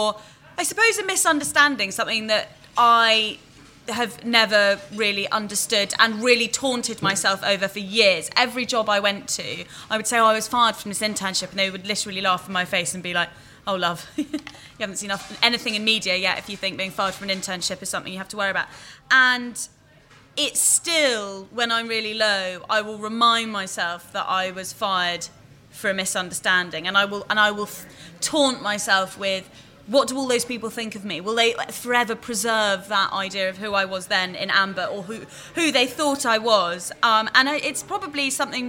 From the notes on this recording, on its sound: It’s our first ever live podcast! This week The High Low is brought to you live from tibits, a vegetarian restaurant in Mayfair.